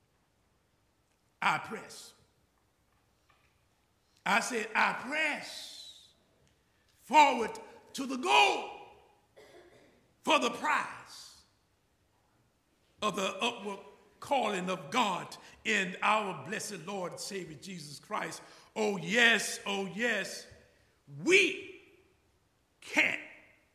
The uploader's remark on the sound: The conversation is followed by the prayers, music, and sermon from Sunday's livestream service. Recorded live each week at First Pres in beautiful historic downtown New Bern, North Carolina.